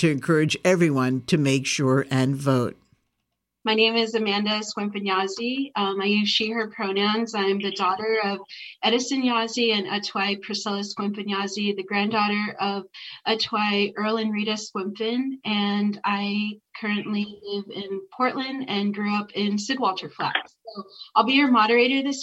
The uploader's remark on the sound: Audio from Zoom Forum